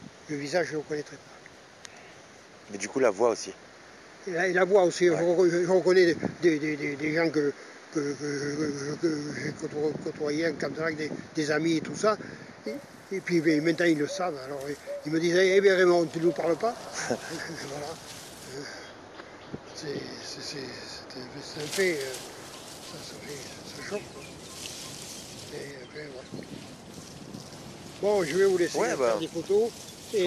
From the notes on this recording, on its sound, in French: Je suis en Bretagne dans ma belle-famille pour les fêtes. J'ai pris la voiture pour enregistrer au calme au bord de l'océan.